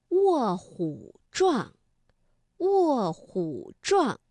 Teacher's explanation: 因为卧是四声字，那虎呢在这里我们读21 · Term: 变调